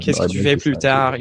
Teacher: In French, it's kind of flat, really flat.